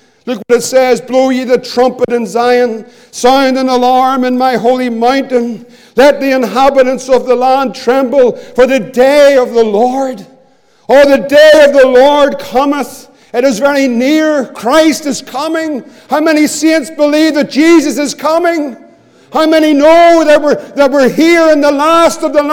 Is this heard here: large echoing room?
yes